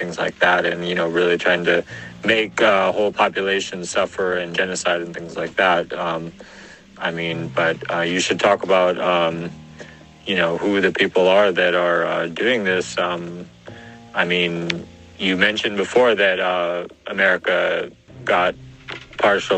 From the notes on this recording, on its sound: In this recording I had a talk with my friend in Yemen. Calls are blocked but we could record it with voice messages on WhatsApp.